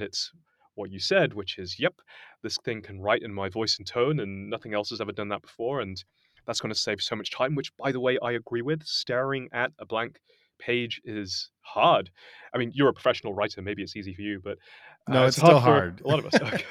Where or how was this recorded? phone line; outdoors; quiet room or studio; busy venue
quiet room or studio